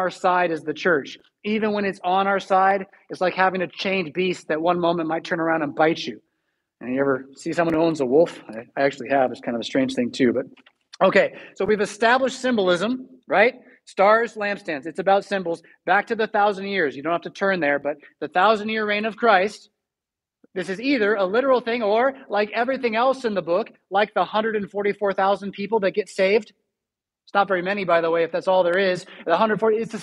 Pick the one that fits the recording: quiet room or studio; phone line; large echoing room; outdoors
large echoing room